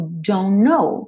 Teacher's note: o T do don't não aparece